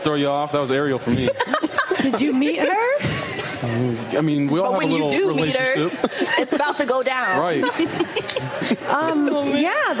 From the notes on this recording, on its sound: He also brought his rings to show off for the live crowd.